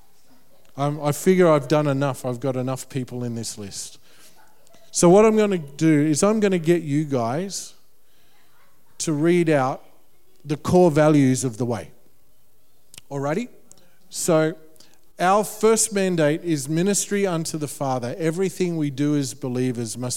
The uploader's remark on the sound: The full audio recording of Vision Sunday held on Saturday 2nd Feb 2020. This largely untouched recording contains every key point from Vision Sunday.